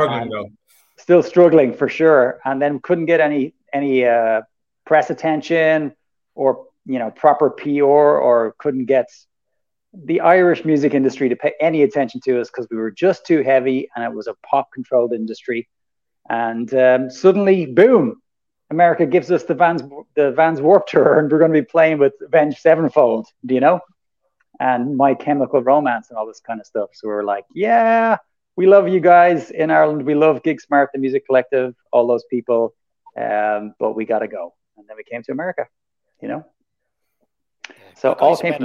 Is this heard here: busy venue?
no